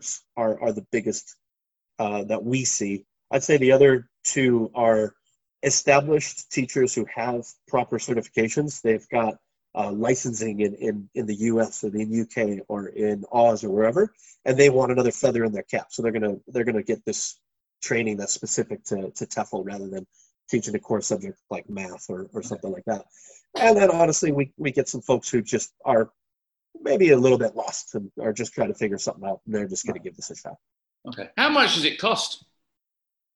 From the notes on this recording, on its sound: over the wonders of Zoom